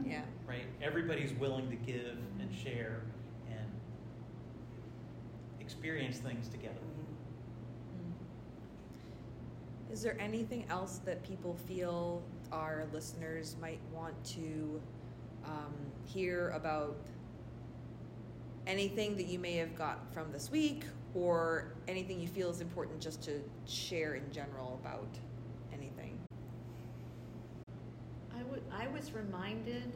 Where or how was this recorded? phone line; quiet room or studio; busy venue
busy venue